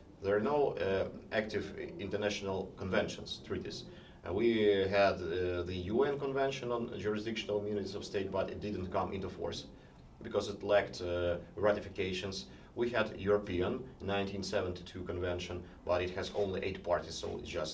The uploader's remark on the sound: A podcast episode recorded in Kyiv on October 17 on the sidelines of a conference on the human rights abuses in Ukraine and Syria, organised by SUN (The Syria Ukraine Network), an NGO based in the US.